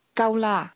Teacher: Gau is pronounced with a mid-level tone